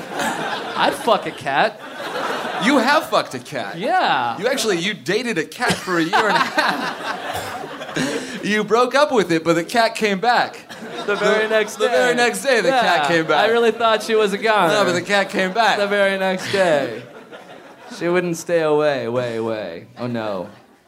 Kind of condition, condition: setting, live audience